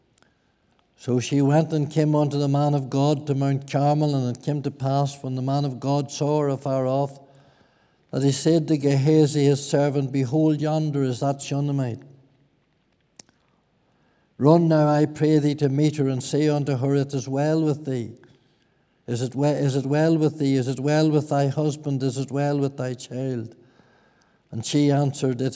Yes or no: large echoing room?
yes